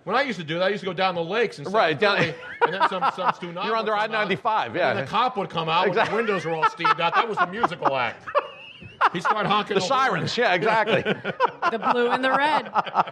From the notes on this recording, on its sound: Kept the audience laughing with his style of humor and story telling.